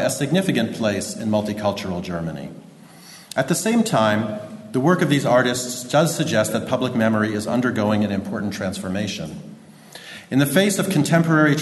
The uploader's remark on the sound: recorded at 'In Search of Transcultural Memory in Europe' conference, UCD, September, 2016.